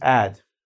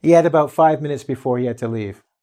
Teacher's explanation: The letter H is commonly dropped when we use the verb to have, or when we use pronouns. · Term: H is deleted